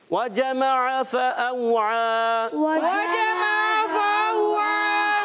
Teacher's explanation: فأوعى اور واو لین ہے نرمی سے بھی ادا کریں گے